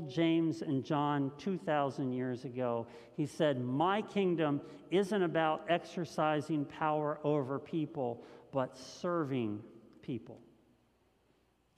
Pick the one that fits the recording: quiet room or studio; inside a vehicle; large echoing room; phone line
large echoing room